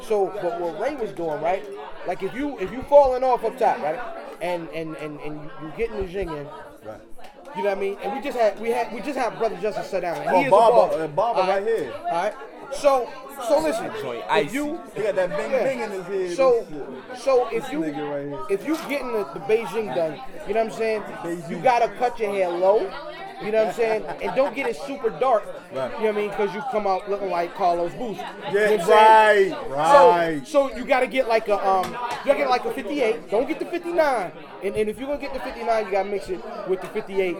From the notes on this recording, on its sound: a live party podcast, a bit of an experiment